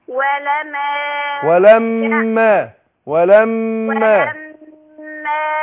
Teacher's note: ولما الميم مشددة تاخد غنة حركتين